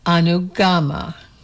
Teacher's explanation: The correct pronunciation is to put the emphasis on the third syllable